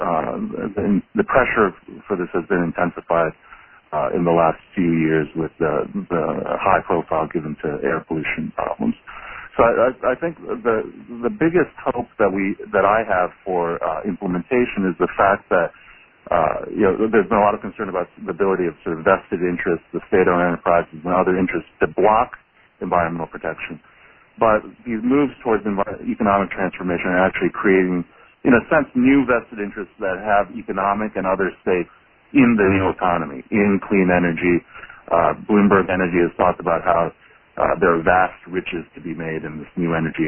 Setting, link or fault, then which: link, phone line